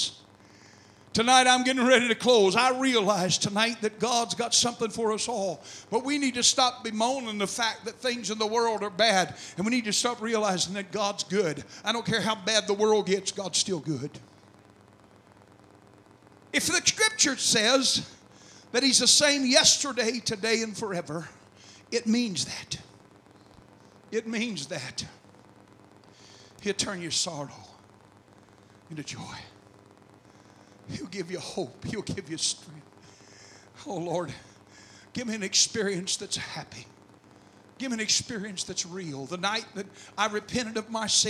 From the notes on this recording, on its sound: The message was preached on February 6, 2011 at First Apostolic Church in North Vernon, Indiana.